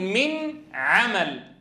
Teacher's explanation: حال الإظهار، بأن تظهر النون الساكنة عند العين مثلا فتقول من عمل، قرعنا مخرج النون وقرعنا مخرج العين